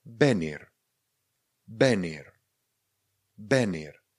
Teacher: vyslovujte něco mezi B a V. Není to žádné tradiční české V, ale není to opět tvrdé české B jako babička